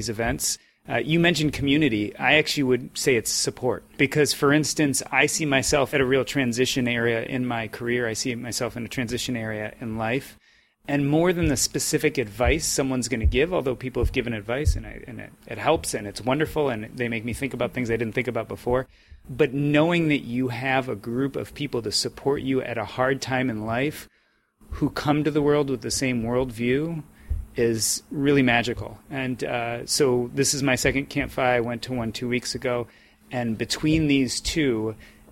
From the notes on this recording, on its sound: The second portion of this episode was recorded LIVE from Camp FI South! Asked the attendees to share their #1 takeaway from Camp FI.